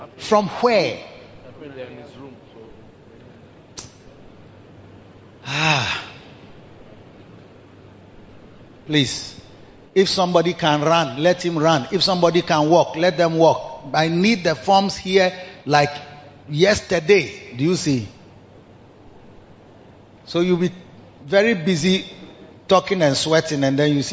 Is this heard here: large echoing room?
yes